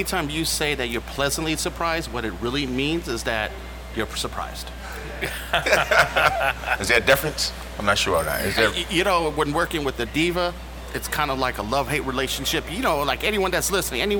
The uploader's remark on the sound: I decided to record this podcast at one of my favorite cigar lounges, Cigar Sessions in Middletown DE